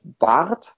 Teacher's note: da ist es ganz weit hinten und ganz weit unten, das Dorsum der Zunge.